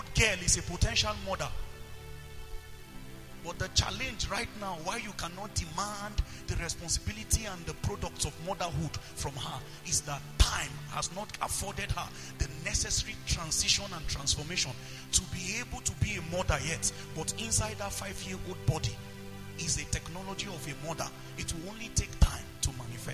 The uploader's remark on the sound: preached at the Potter's Treasure Church, Kaduna.